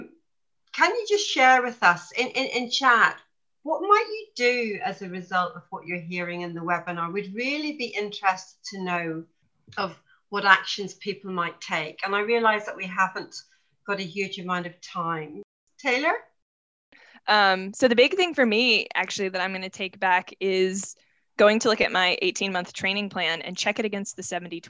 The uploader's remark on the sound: 2021 Series Webinar 4